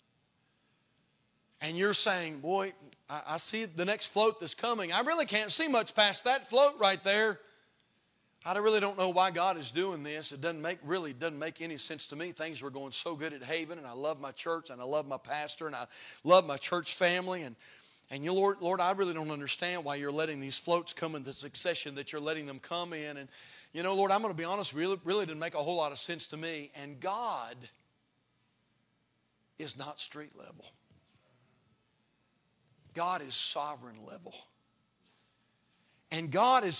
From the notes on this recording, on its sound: Haven Baptist Church Final Sermon